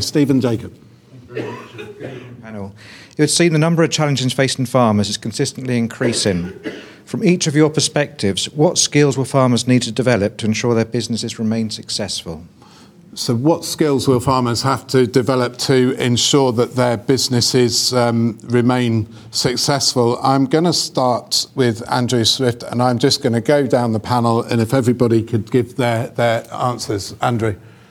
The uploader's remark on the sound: The Farmers Weekly Question Time event at the Great Yorkshire Showground. Recorded in front of a live studio audience.